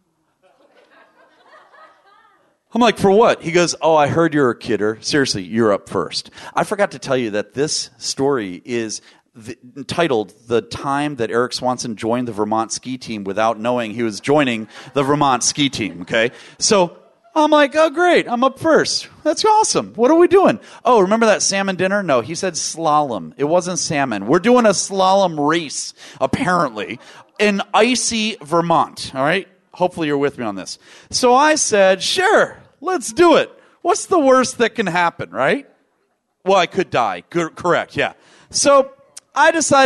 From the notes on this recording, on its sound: VoiceAmerica Talk Radio Live from NetMob Premiere™.